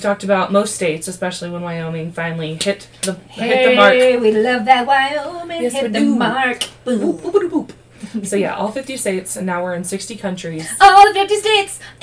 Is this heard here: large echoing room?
no